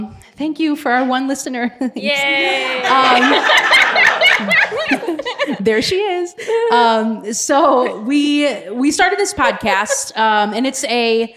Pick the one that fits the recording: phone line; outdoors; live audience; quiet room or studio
live audience